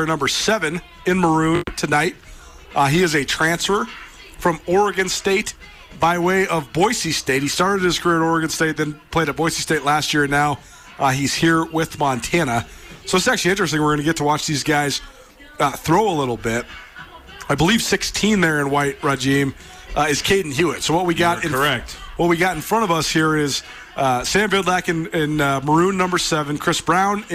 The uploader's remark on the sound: From the press box at Washington-Grizzly Stadium.